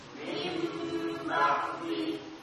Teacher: kemudian dibaca mim ba'di, nunnya dirubah dengan mim · Term: qalb